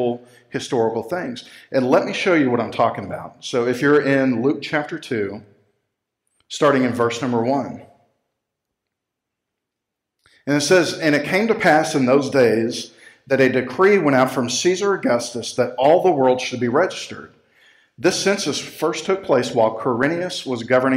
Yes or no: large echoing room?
yes